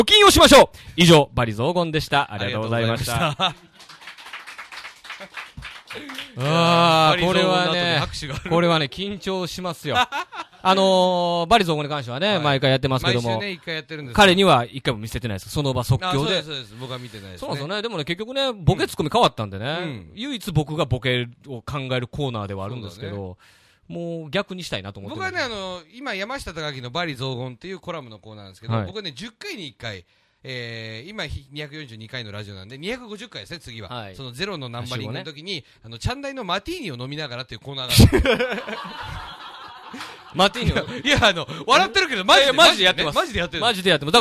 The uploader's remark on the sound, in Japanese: レンゲラジオ初の公開収録！レンゲラウンジの模様を配信！ライブ形式で収録したので音量調整にかなり手間取ってしまいました。そして音割れ多々あります！ご来場ありがとうございました！